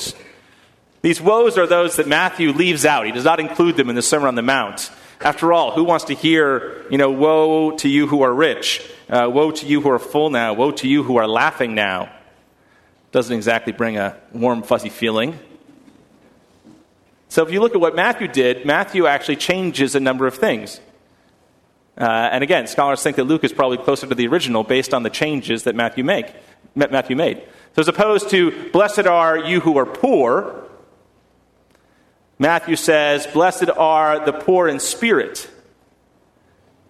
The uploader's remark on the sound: at First Congregational Church of Houston